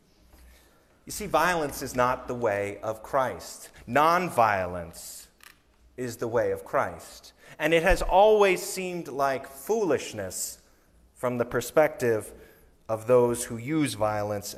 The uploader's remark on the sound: Sermon recorded on Sunday, January 29, 2023.